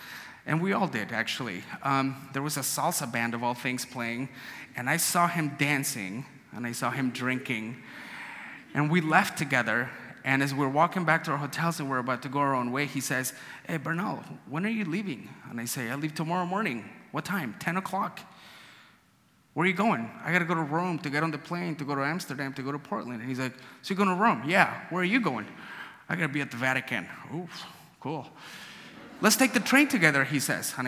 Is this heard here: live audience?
yes